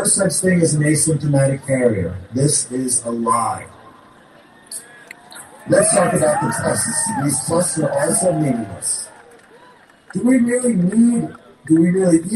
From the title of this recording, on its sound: LIVE from Trafalgar Square in London: Resist & Act For Freedom Rally